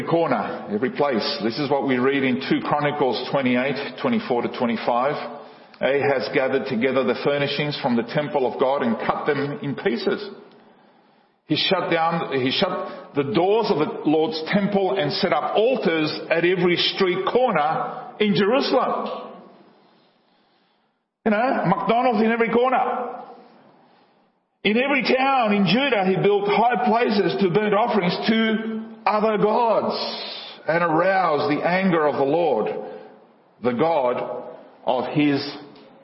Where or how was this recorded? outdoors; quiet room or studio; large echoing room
large echoing room